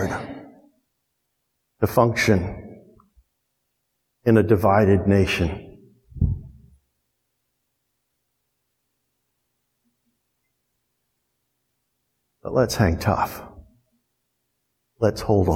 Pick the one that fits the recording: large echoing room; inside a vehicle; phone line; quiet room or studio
large echoing room